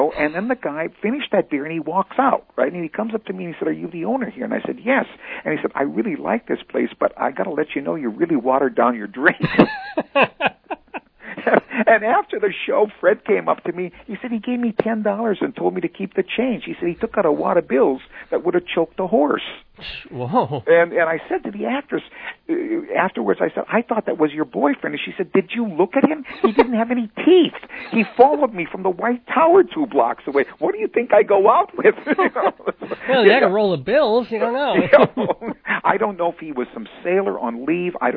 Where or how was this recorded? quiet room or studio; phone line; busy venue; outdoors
phone line